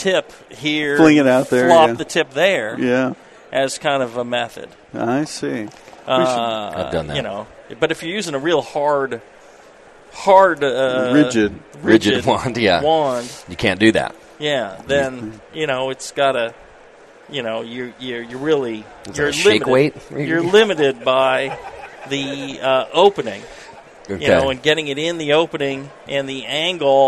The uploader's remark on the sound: The National Homebrewers Conference is back, and that means another live episode of Brew Strong! In front of a live crowd of fellow homebrewers.